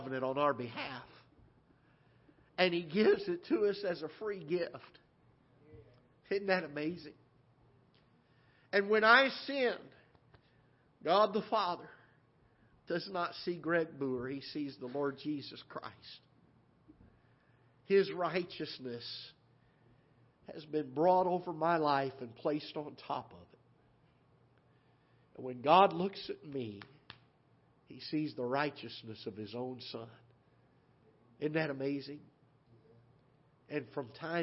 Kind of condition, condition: setting, large echoing room